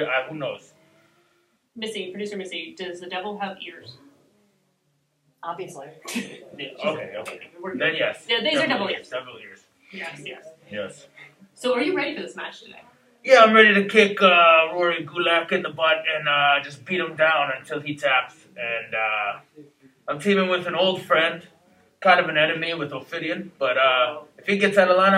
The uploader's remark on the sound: Indy Mayhem Show On Location: Frightmare